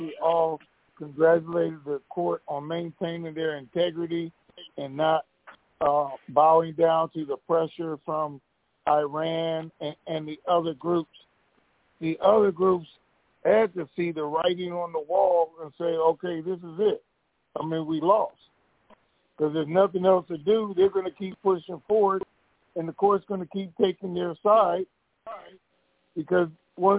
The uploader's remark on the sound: TNTSuperfantastic Conference Call